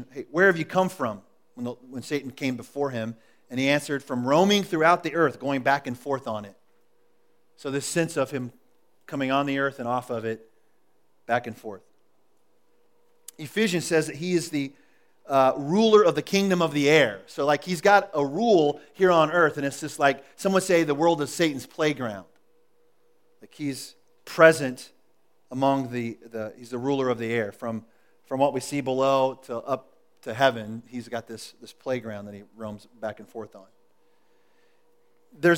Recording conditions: large echoing room